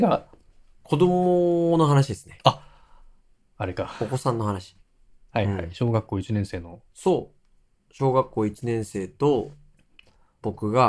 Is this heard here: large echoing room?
no